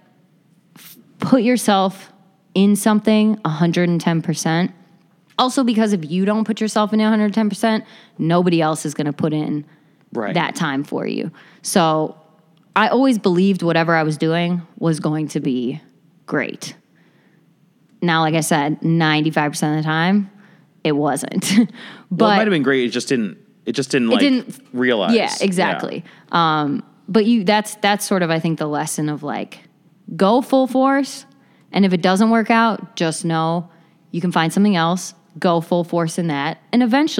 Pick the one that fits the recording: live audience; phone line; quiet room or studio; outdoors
live audience